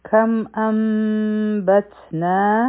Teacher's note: کم انبتنا دلته کې بیا اقلاب دی، ځکه چې د نون ساکن نه پس با راغله، او دلته کې د میم ساکن اخفا هم ده، او بیا دی بتنا په تا باندې به همس کو.